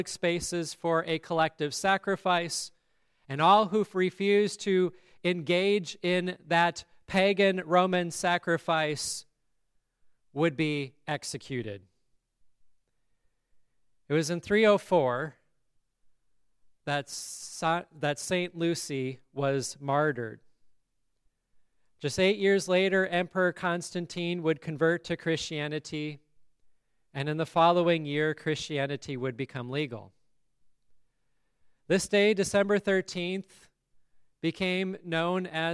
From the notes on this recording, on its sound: the service at Grace Lutheran Church, Lexington, MO on December 13, 2023